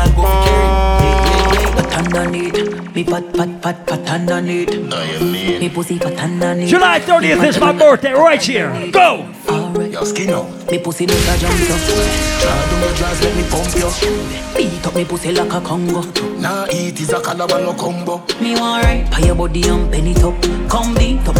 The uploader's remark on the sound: Live Audio recording of my set at island saturdays